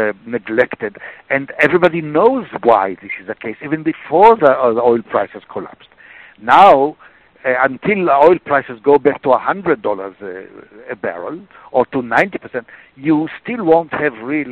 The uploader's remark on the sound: briefed the Middle East Forum on a conference call May 16, 2016